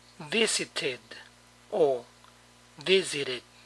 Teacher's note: Para los verbos que terminan con el sonido de T, por lo tanto, la ED suena id, id.